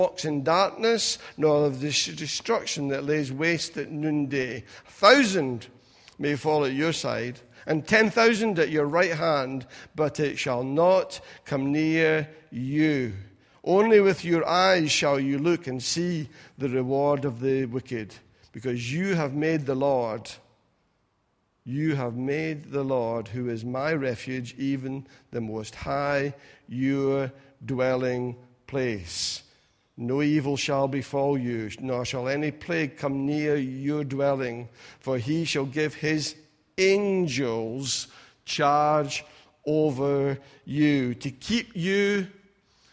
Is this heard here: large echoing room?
yes